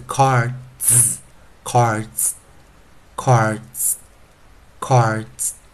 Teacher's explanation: d 配上一个复数 plural s 的时候会念 z